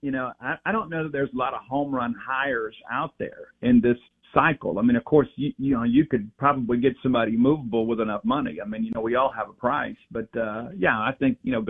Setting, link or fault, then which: link, phone line